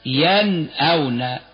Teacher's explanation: ويأتي الإظهار من كلمة ومن كلمتين، فمن كلمة مثل ينأون، الهمز بعد النون الساكنة تظهر النون الساكنة